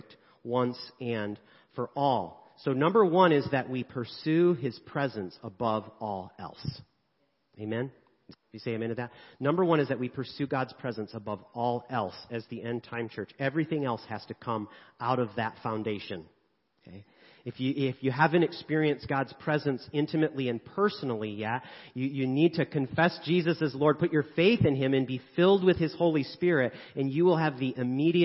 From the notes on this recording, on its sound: 10am service. Sermons preached at Church of the Good Shepherd, Maitland, Florida.